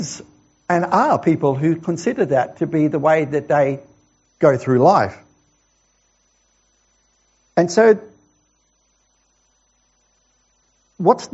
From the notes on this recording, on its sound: This sermon was preached at The Rock Christian Church